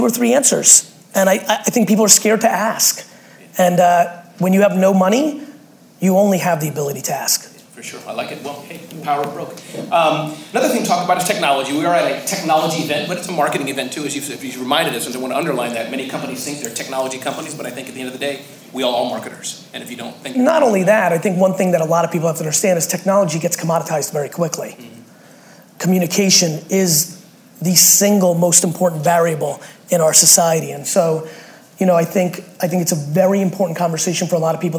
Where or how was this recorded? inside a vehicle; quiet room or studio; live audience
live audience